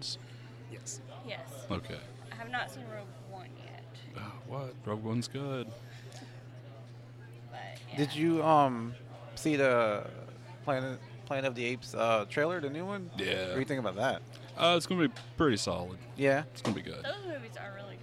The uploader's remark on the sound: We got to celebrate FREE COMIC BOOK DAY 2017 at our favorite comic book store - The Battlegrounds Games and Comics in Dalton, GA